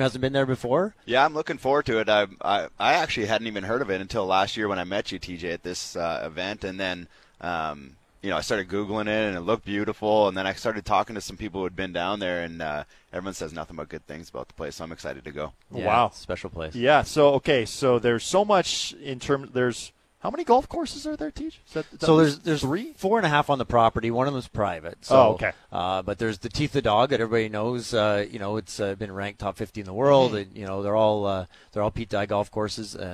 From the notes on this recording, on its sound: Today, we are live from the Rink Hole during the 1st round of the RBC Canadian Open!